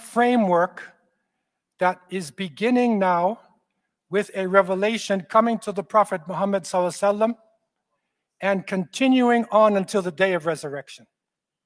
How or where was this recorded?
large echoing room